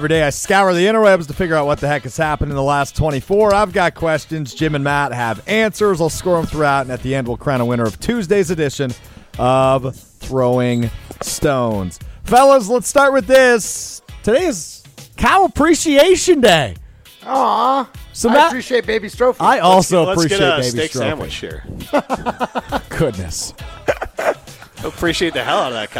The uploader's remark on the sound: live from Ruth's Chris Steakhouse in Middleton